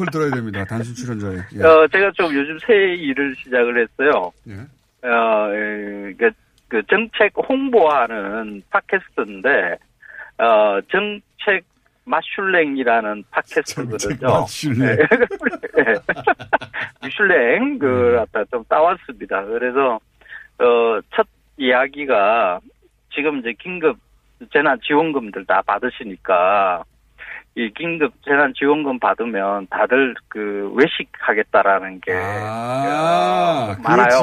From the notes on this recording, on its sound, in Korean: 전화연결